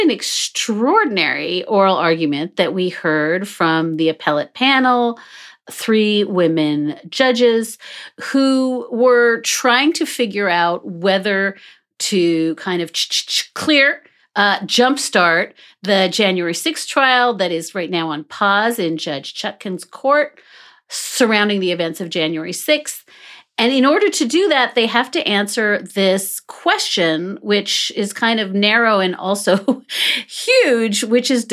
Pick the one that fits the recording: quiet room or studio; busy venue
quiet room or studio